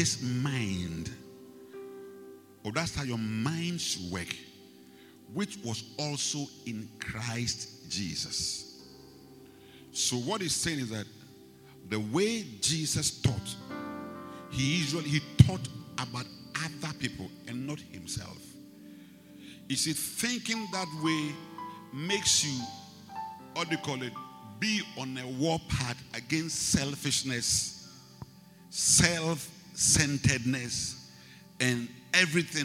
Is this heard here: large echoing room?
yes